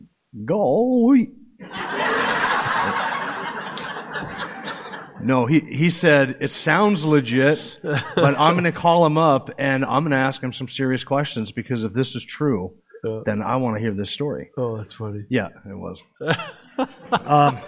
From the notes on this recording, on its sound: Questions from the Q&A during this session